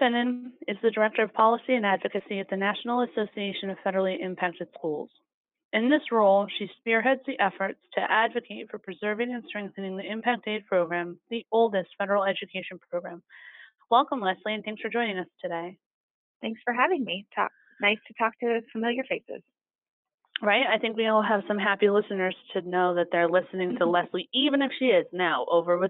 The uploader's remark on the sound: She called